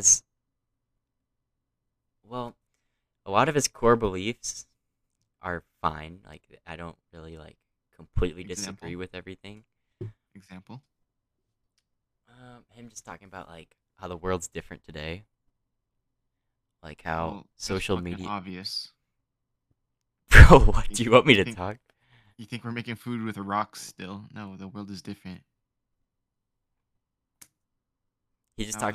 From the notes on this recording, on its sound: Our mics aren't mixed properly, thats on me.